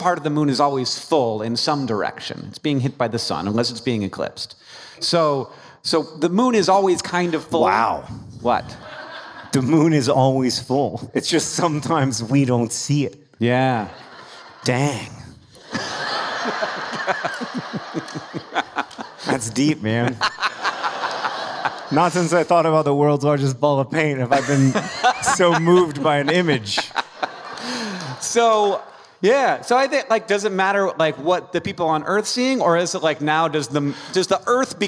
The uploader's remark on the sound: Live in Carmel, IN!